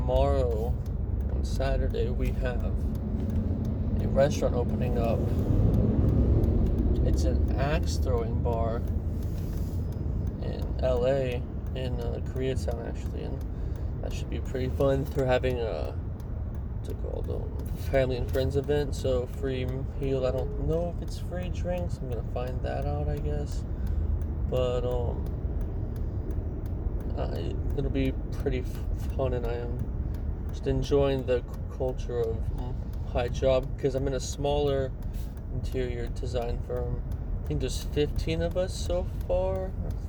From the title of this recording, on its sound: Friday afternoon in traffic